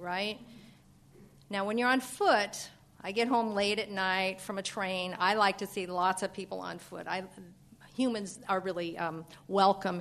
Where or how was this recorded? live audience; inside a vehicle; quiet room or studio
live audience